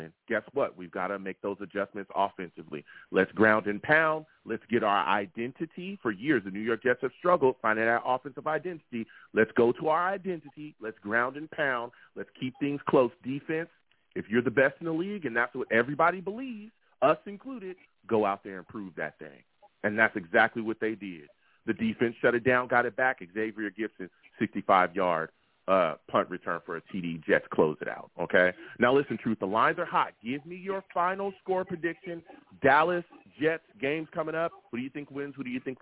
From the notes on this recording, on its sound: I take live callers!